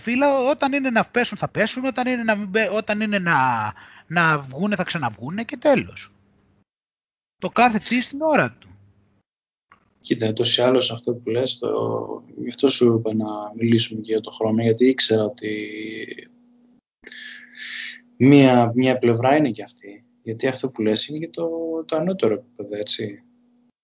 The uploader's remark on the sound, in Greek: Οι εβδομαδιαίες συνομιλίες μας στο skype κάνουν κάθε φορά και τους δυο μας σοφότερους οπότε πρώτα αποφασίσαμε να τις καταγράψουμε.